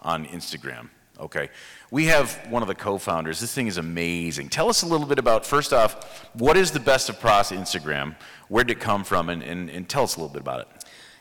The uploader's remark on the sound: Live at the Voices of Dentistry